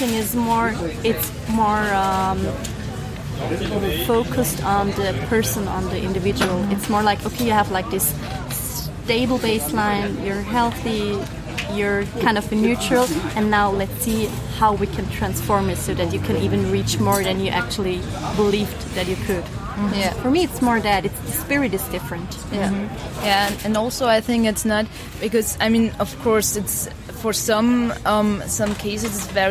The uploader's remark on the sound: It was a windy day, be aware of the noise!